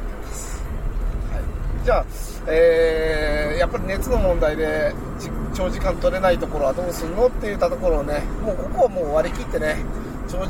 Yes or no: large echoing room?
no